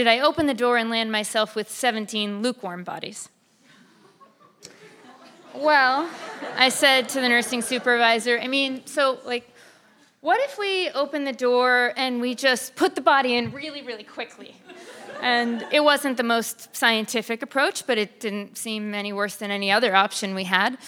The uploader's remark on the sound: Live At The Morgue from The Nocturnists Podcast. Live at The Nocturnist.